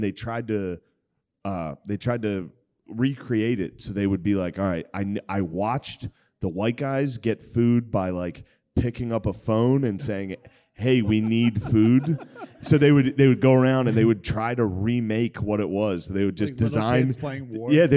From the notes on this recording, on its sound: LIVE from Magooby's. LIVE from the joke house.